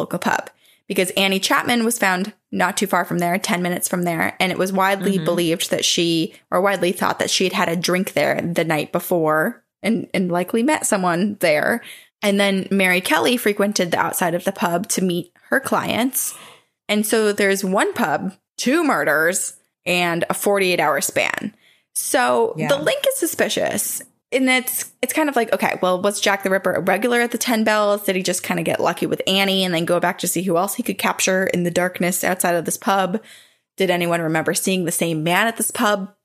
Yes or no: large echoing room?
no